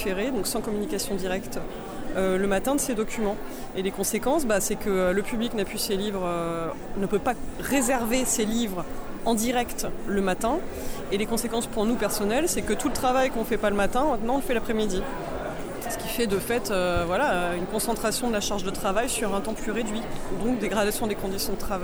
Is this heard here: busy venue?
yes